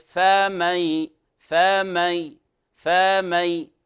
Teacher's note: أزدنا أو زدنا في زمن الحركة وهي الفتحة وليست ألفا · Term: التمطيط